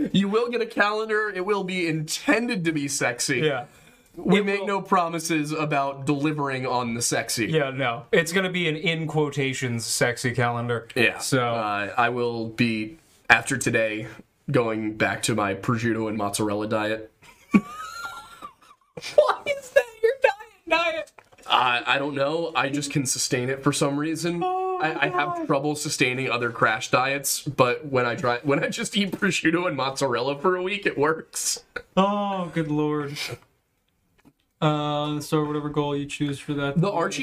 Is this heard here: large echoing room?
no